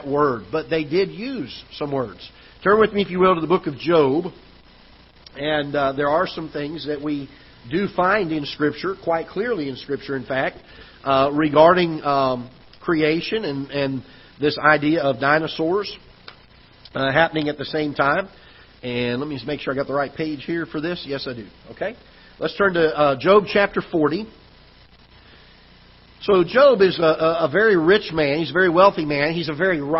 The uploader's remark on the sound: Ketha Heights Baptist Church ~ Live Broadcast